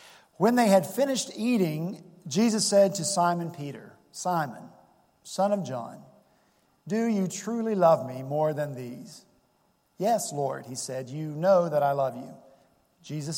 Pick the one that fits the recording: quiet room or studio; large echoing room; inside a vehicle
large echoing room